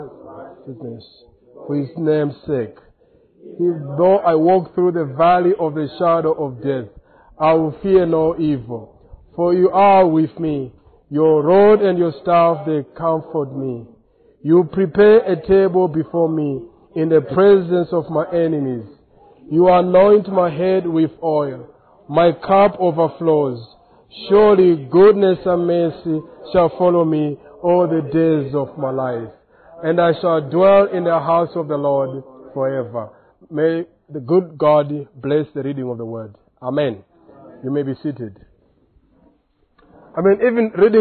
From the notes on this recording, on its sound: Preached on 3rd October at Reformation Bible Church , Lilongwe